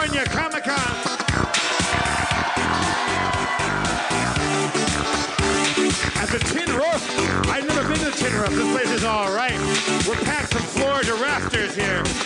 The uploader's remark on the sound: LIVE from The Tin Roof in San Diego.